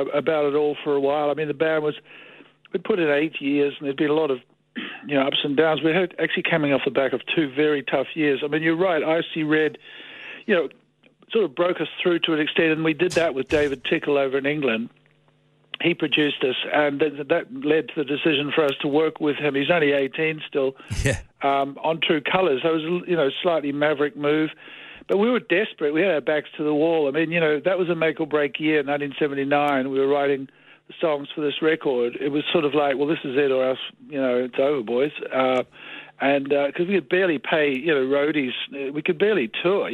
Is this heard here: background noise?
no